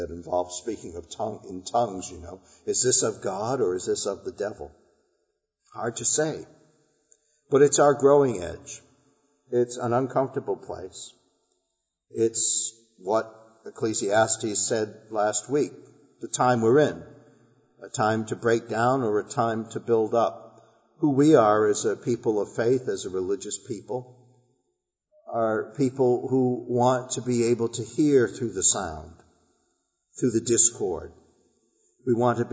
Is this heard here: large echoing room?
yes